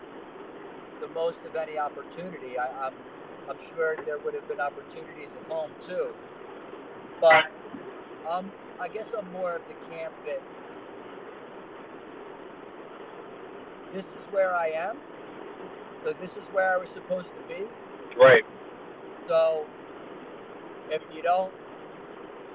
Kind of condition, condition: setting, inside a vehicle